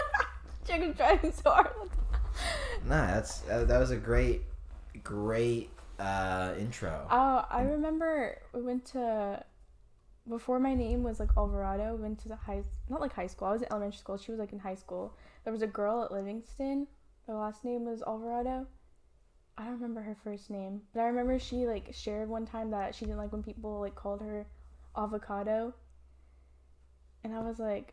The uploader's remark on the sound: experiences some technical difficulties, leading to this podcast being a bit different.